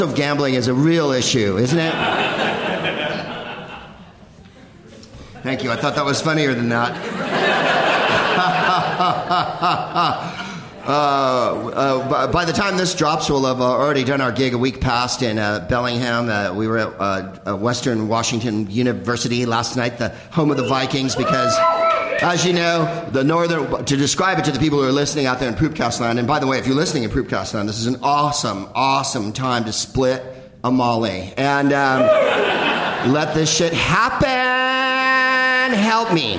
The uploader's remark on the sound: Live from The Upfront Theatre in Bellingham